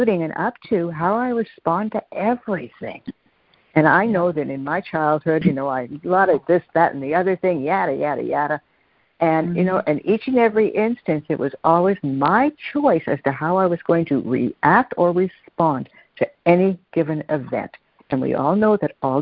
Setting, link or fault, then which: link, phone line